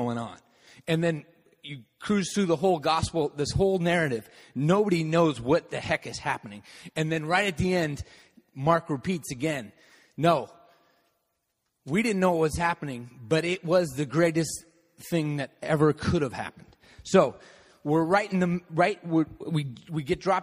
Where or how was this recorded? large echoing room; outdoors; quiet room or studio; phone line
large echoing room